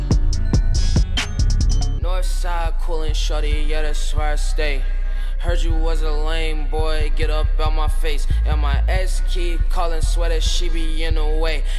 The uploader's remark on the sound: Originally broadcast live on August 15, 2016 from the storefront of The Late Late Bar on Houston Street in New York City.